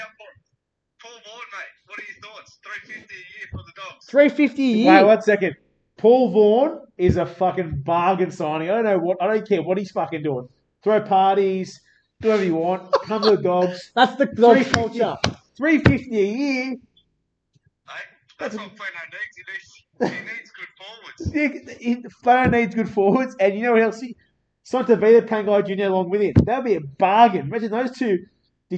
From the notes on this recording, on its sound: Special phone guest